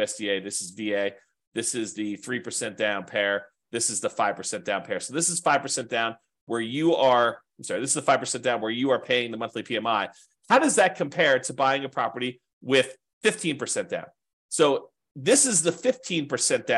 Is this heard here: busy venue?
no